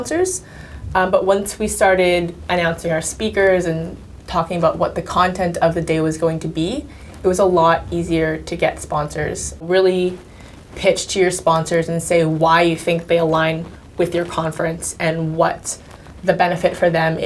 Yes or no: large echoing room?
no